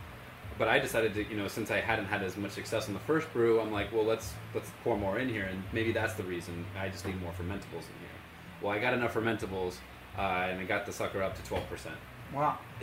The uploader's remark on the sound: at the 22 Anniversary Celebration & Invitational Beer Festival